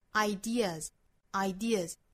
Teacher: ideas，后面的这个 s 应该是读浊音的，因为我们说清清浊浊圆浊这样的一个规律的话，后面的这个加的音呢，应该读浊音哈，因为元音属于浊音类的嘛